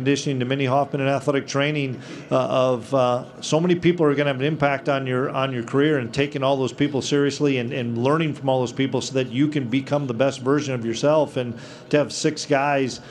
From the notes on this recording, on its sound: press conference from Big 12 Media Days